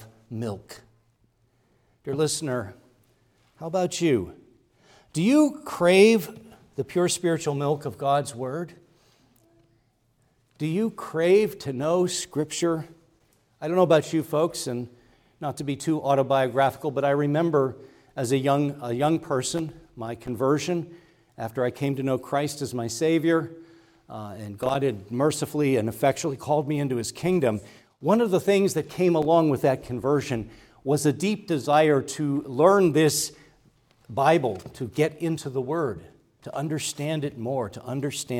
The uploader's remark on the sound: preached at Grace Orthodox Presbyterian Church in Sewickley, PA, during the evening Worship Service on Sunday, February 4, 2024.